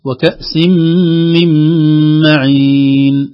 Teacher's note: في كأس من معين فيه غنتان، واحدة سمعنا الغنة فيها والثانية لا